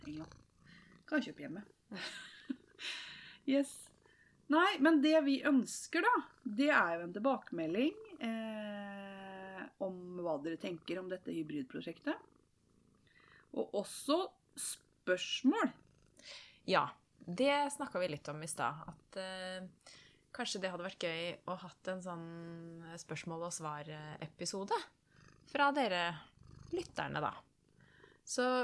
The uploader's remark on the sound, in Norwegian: Mye maling og annen puselyd.